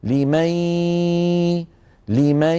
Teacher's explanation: نعم هنا من قال لمي أتى بالإدغام لكنه أذهب غنة الإدغام. هنا لابد من صوتين يخرجان معا في آن واحد، ياء من الفم وغنة من الأنف مع بعض هكذا.